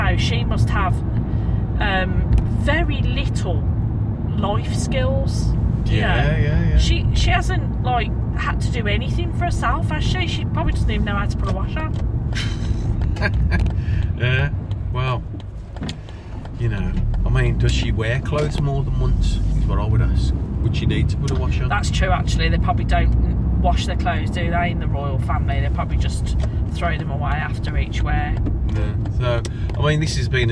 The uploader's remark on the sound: mini episodes recorded on the journey home